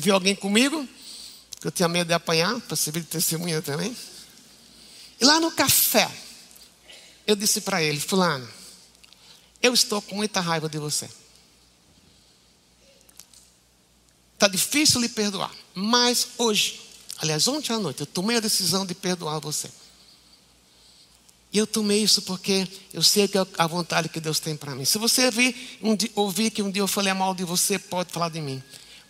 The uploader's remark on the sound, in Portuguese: Culto Ao Vivo